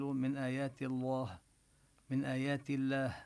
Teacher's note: اللام من لفظ الجلالة إذا سبقها كسرة فاللام مرققة، لا نقول من آيات الله، من آيات الله.